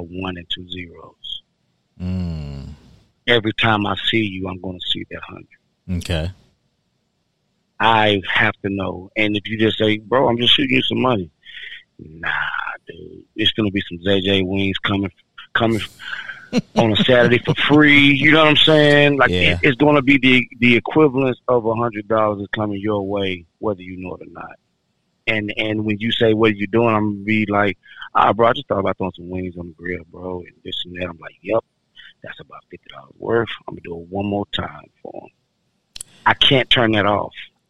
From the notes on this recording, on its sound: Run some conversation over the phone. Please bear with us on the audio quality.